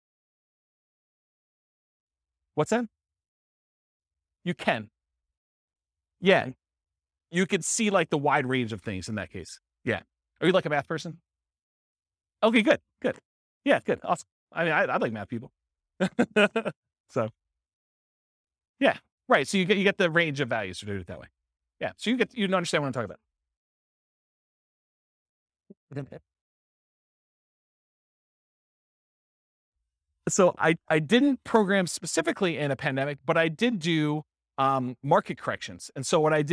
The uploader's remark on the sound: This was a live class recorded